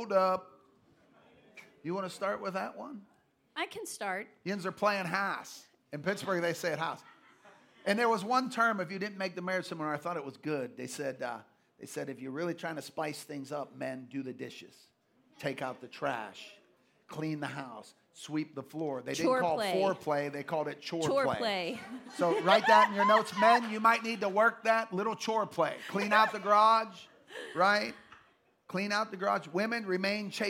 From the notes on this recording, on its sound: Live from GLC. LIVE podcast.